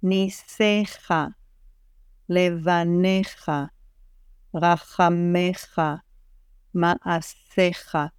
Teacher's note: I do not pronounce the yud at all. It is silent there.